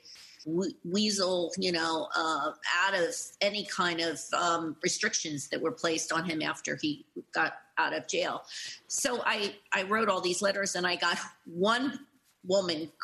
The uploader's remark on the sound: This program was recorded via video conference on July 22nd, 2021 by the Commonwealth Club of California.